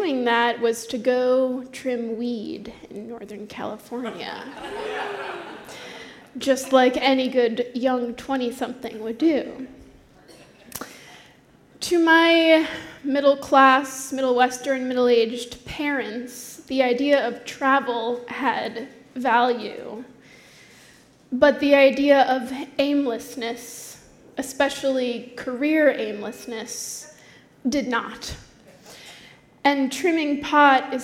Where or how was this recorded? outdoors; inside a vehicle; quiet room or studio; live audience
live audience